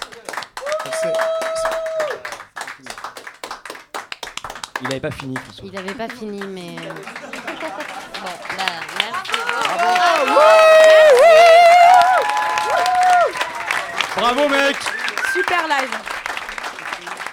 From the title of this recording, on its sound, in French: en direct de La Loge